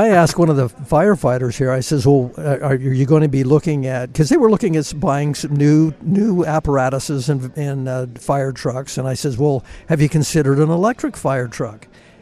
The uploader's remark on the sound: Live from Winter Fire School in St George, Utah.